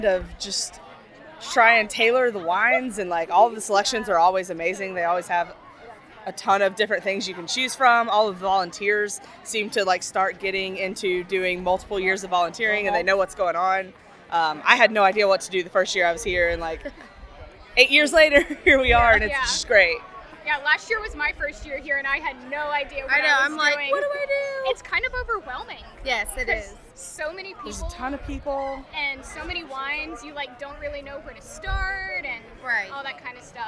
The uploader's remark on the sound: Live from the Bridge: Wine Over Water 2018. I chronicled the excitement of my Wine Over Water weekend.